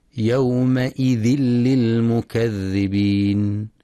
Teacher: وللإدغام بغير غنة في تنوين الكسر حيث جاء بعده حرف اللام